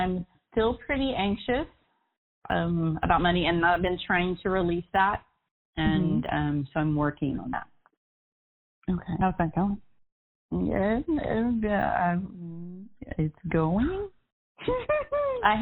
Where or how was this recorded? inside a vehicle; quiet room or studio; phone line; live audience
phone line